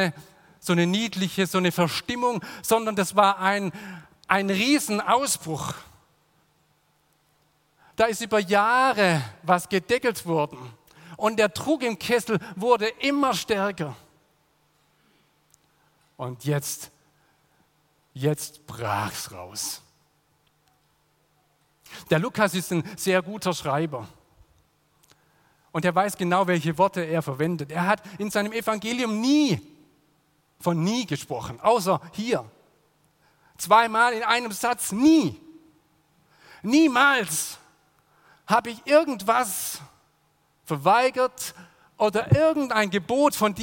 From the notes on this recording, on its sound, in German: aus dem Classic-Gottesdienst der Missionsberg-Gemeinde (Liebenzeller Mission)